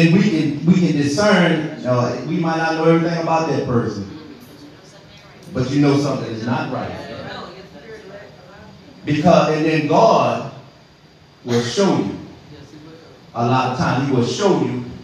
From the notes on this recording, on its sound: This bible study was recorded in the sanctuary of True Vine Missionary Baptist Church.